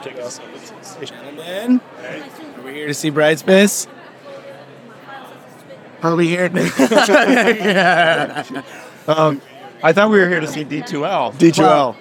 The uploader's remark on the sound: OLC Innovate 2023 onsite recording. Walk the vendor floor at the OLC Innovate Conference in Nashville, TN.